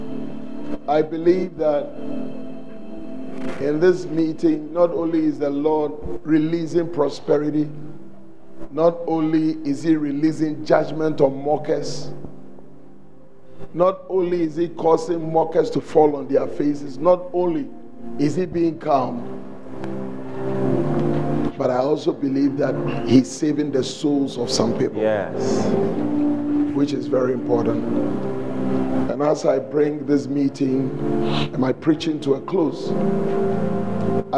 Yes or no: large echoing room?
yes